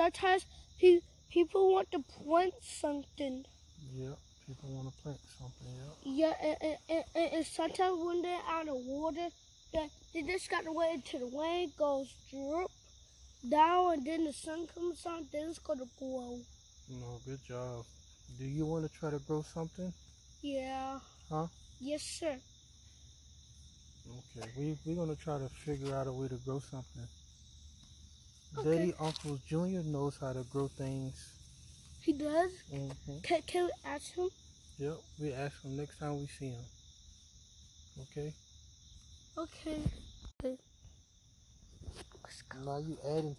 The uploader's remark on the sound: I record conversations my son and I have while walking him to the bus stop.